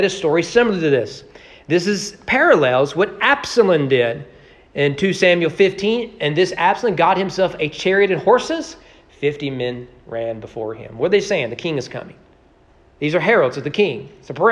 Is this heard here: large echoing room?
yes